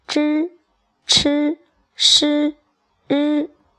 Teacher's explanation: 这几个声母啊，叫做翘舌音，发音的时候舌头是翘起的，但是翘舌呢，不要过于往后了。